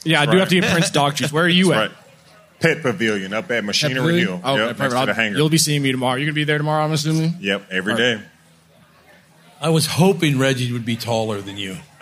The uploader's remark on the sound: Made their triumphant returns to the Minnesota State Fair, live from the Hubbard Broadcasting Day Stage. From the "Great Minnesota Get Together."